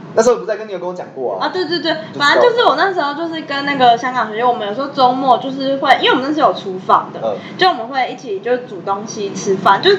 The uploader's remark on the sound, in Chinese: 因為錄音地點附近是校園所以會有鐘聲XDD還請大家多多見諒ㅠㅠ。所以有雜音或是音質上的問題還請大家見諒。我們已經入手麥克風設備ㄌ^^。